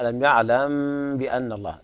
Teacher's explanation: وهنا إخفاء الميم عند الباء لجميع القراء